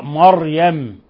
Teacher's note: ولاحظوا تفخيم الراء مريم بعضهم يقرأها مريم لا مريم.